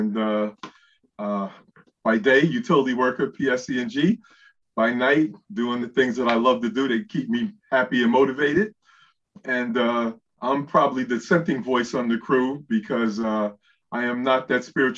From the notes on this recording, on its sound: This is the audio version of the Zoom Session held on December 4, 2021.